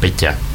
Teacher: son letras palatalizadas, o sea, la lengua está pegada al paladar y suenan suave